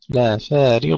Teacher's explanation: ترقيق الفاء ثم تفخيم الضاد